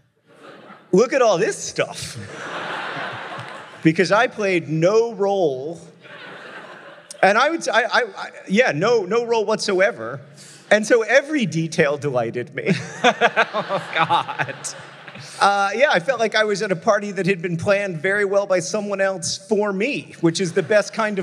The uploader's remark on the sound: Live from Minneapolis, MN!